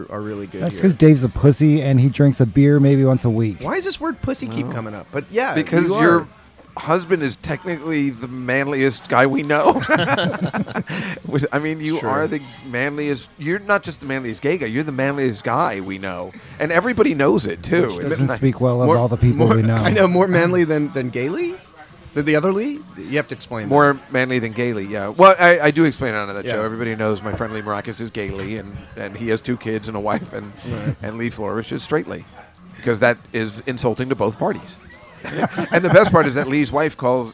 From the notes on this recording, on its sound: Live from Tommy Bahamas. Taped at Tommy Bahama’s Restaurant in Times Square, New York City on October 8, 2016. Friends and family gather around to talk comedy, nonsense, news and politics on this milestone podcast.